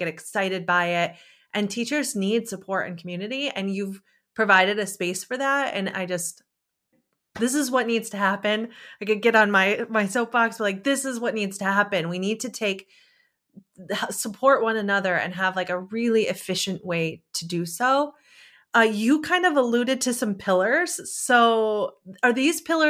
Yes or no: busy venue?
no